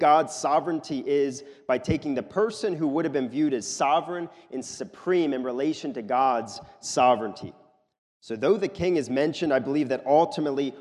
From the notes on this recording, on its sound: This is a sermon recorded at the Lebanon Bible Fellowship Church in Lebanon, PA during the evening service on 9/17/2023